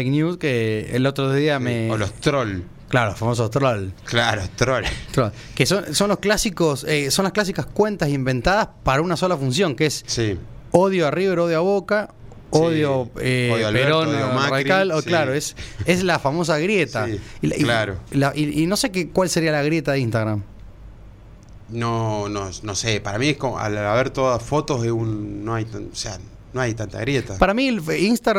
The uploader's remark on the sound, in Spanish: Charlamos por teléfono